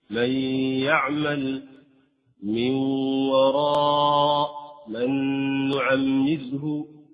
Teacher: حينما حذفنا النون أبقينا صفته، أبقينا صفة من صفات النون، صفة الغنة · Term: الإدغام الناقص